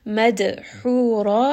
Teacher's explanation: Dal here is going to have a qalqala as well because it is part of qutub jad. Madhura, ha is going to be from the middle of the throat. Ra is going to be a 2-count med.